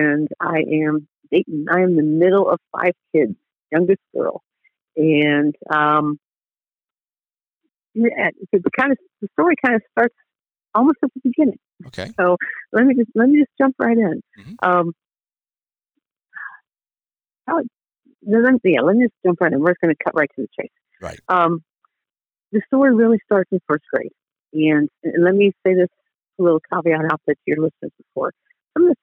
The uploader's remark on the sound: Phone Interview